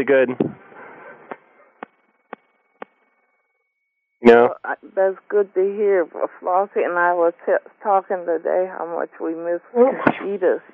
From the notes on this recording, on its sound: Prank Phone Calls